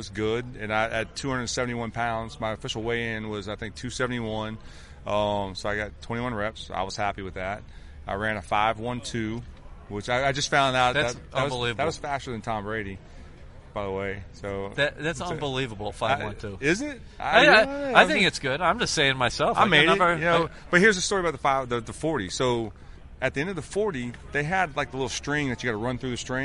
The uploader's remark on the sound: Live at the Combine. At the 2017 NFL Combine in Indianapolis.